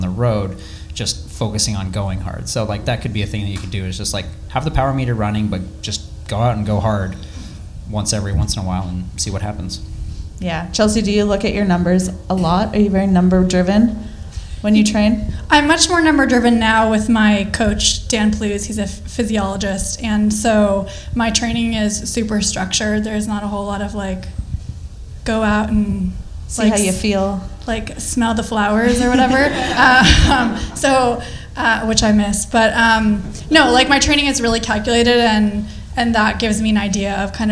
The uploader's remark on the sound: IM 70.3 Oceanside Triathlon LIVE podcast. Our first ever live podcast! Answering your questions live in front of an audience.